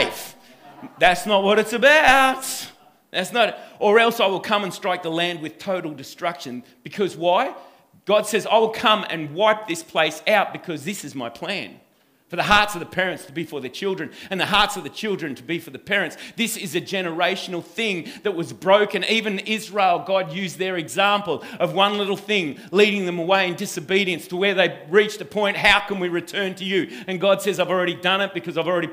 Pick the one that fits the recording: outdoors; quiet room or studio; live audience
live audience